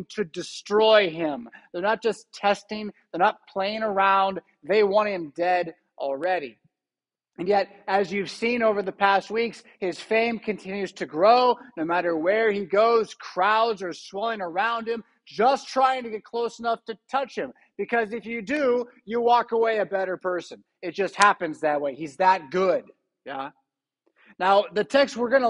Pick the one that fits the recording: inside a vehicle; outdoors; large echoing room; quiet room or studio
large echoing room